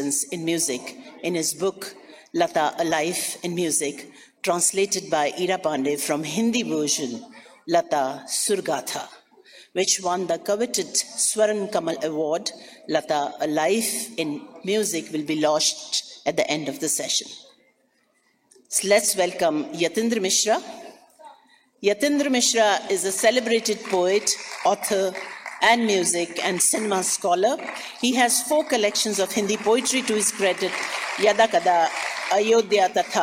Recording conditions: live audience